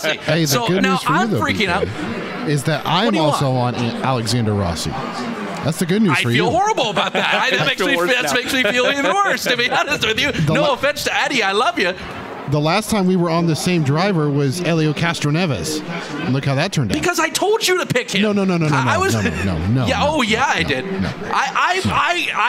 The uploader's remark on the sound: Live from the track. From Pagoda Plaza. How jam packed the Indianapolis Motor Speedway is right now for Carb Day.